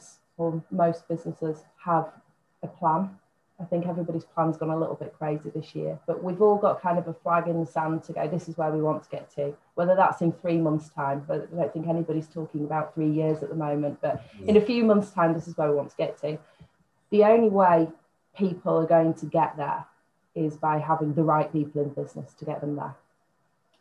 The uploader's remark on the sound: Warning & Apology - Sound Quality Not to Usual Impact Sessions Podcast Quality.